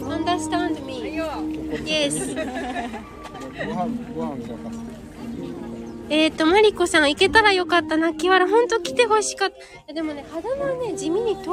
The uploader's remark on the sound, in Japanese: 初マルシェ出店debut秦野カルチャーパークより実況中継